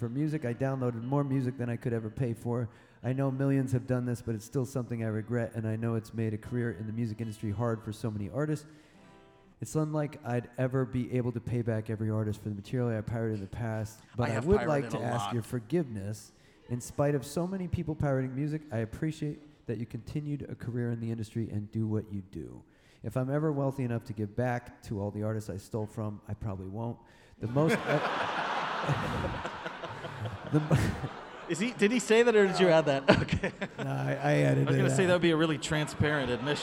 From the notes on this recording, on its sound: This episode was recorded on November 12th at Murmrr Theatre in Brooklyn, NY during the fourth stop of the Fossio et Satio tour.